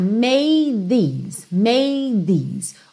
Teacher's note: Então, você já vai direto, made these. Ou seja, como se você não fizesse o D, porque você já vai fazer o TH